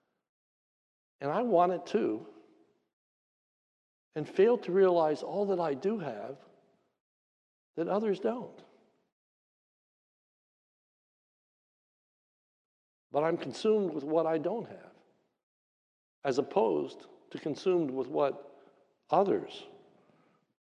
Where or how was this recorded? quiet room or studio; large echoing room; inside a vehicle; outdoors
large echoing room